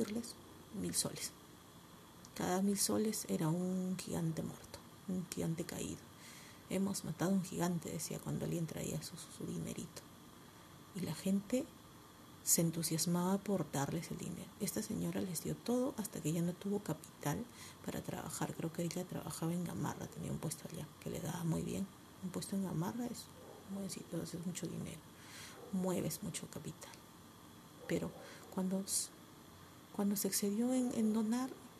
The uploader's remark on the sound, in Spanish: Disculpen el audio bajito. Estoy grabando de madrugada . No quiero que me caiga un zapatazo.